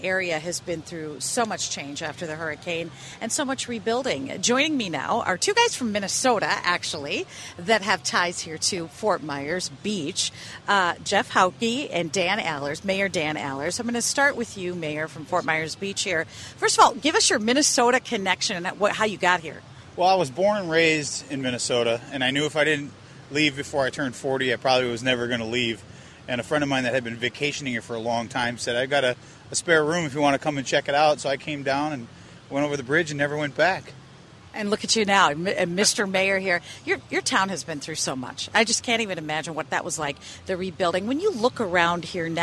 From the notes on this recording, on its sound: While walking the beaches of Fort Myers.